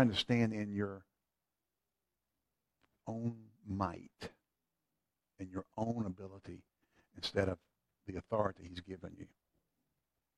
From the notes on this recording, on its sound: FVC Wednesday Evening Service (Audio). Faith and Victory Church of the Piedmont Triad.